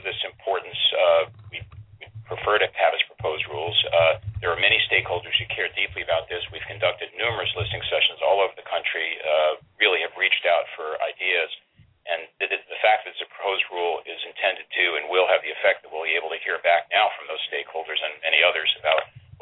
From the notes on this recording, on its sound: Replay: HHS Conference Call on Accountable Care Organizations.